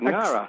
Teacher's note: I just pretend it's the ng at the end of singing and it's at the beginning of the word, Ngara.